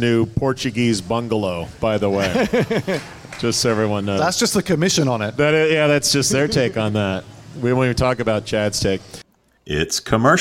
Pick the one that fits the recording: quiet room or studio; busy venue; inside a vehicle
busy venue